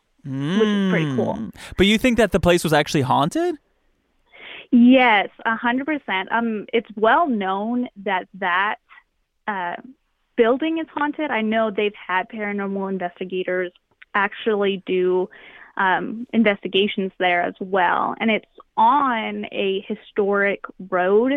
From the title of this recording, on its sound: Listener Phone Call